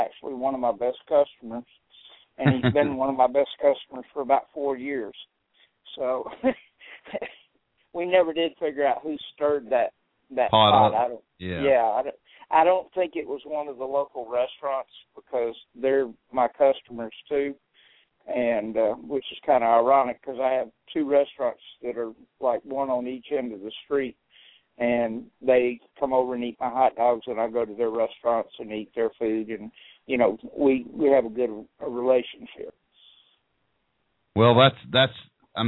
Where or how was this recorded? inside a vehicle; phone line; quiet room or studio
phone line